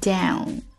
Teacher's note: 后面这个鼻音一定要注意哈，也是舌尖抵住上齿龈后背